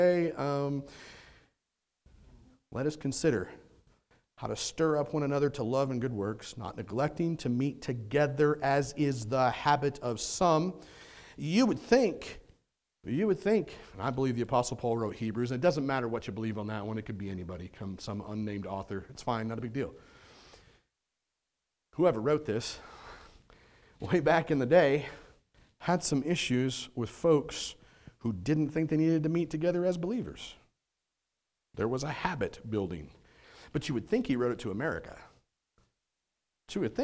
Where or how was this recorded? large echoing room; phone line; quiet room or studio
large echoing room